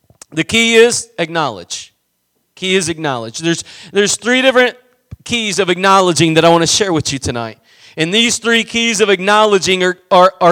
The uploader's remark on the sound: Preached at Gospel Lighthouse in Bossier City, La.